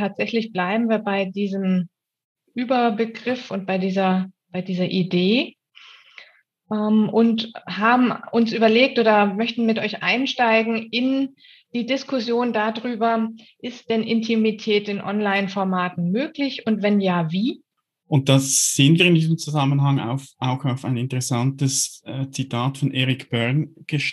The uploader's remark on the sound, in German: Diese Frage beschäftigt uns in dieser Episode, welche wir im Rahmen unseres Workshops am 1. Onlinekongress der DGTA aufgezeichnet haben.